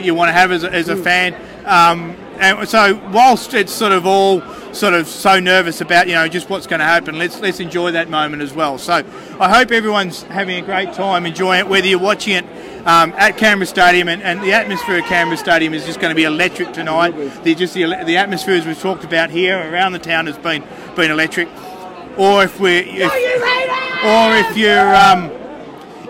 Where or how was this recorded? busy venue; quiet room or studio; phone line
busy venue